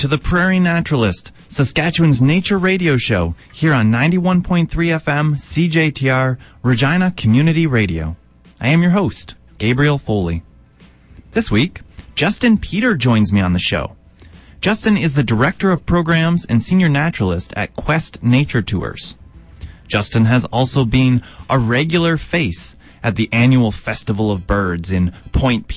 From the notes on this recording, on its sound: He joins me on the line from Toronto.